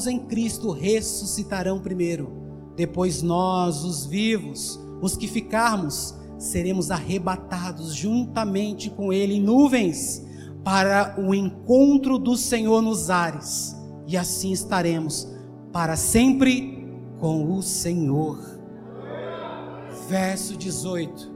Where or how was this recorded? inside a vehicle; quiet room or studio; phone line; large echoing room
large echoing room